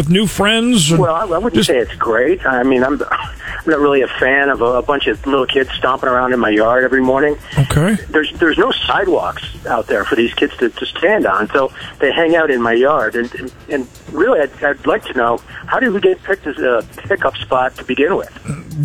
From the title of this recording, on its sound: Friday Phone Jacks Prank Call